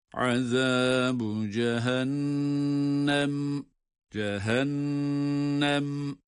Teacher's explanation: cehennem hem nunu gunnesiyle tutarak okuyoruz.